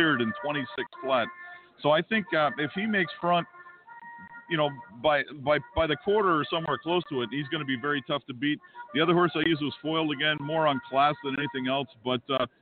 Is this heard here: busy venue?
yes